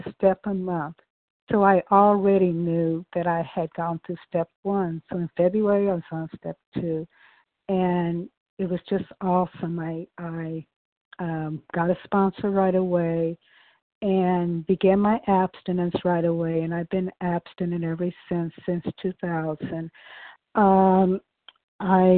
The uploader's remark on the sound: from the 100 Pounders Phone Meeting on 12/11/20